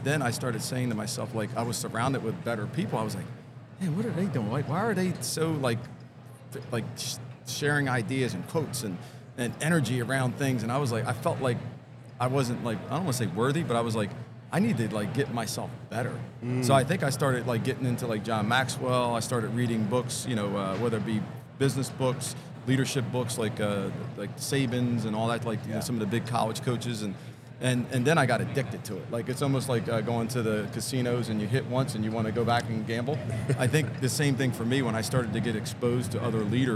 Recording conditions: busy venue